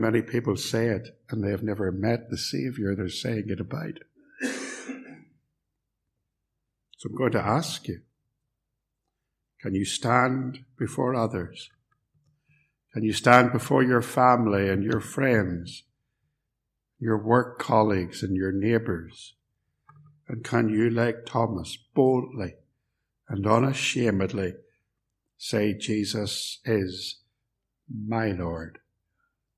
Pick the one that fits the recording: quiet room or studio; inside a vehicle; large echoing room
large echoing room